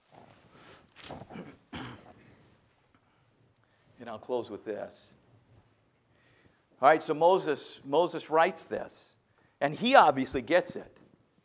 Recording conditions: large echoing room